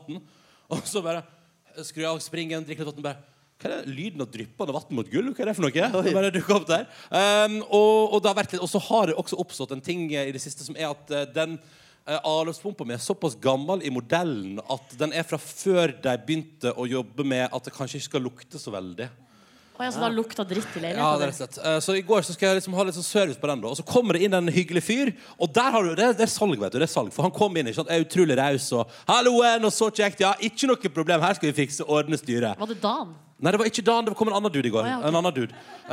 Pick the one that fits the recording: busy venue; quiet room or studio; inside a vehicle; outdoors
busy venue